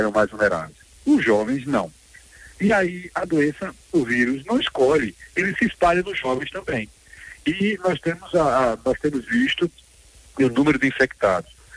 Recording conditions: phone line